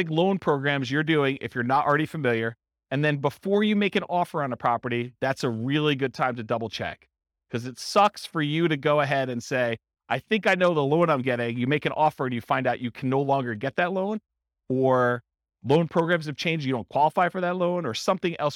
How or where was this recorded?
live audience